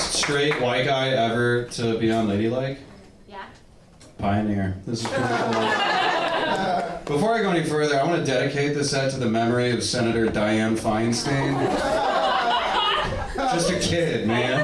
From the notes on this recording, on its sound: These stories were recorded at Ladylike Presents: MANLIKE as part of the Lincoln Lodge’s Future of Comedy Festival last weekend.